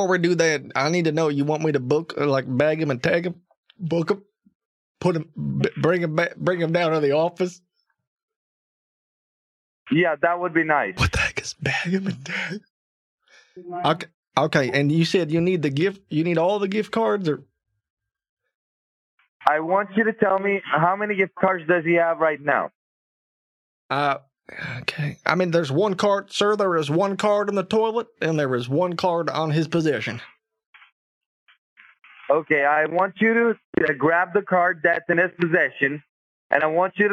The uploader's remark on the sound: An old grandpa on the phone with scammers who are pretending to be working as federal DEA agents.